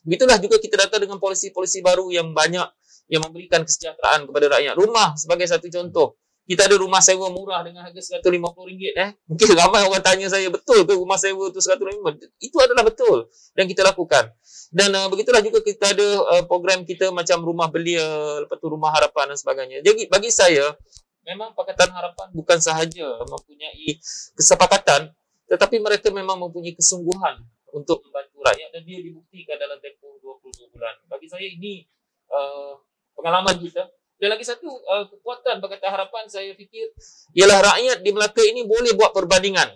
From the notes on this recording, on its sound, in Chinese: 本集访谈为现场录音，收音效果不佳，收听时造成任何不适，敬请原谅。